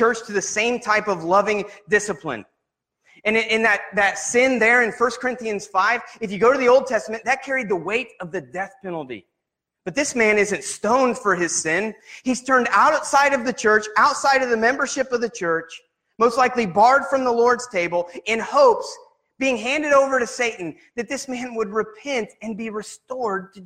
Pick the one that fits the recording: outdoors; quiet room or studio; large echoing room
large echoing room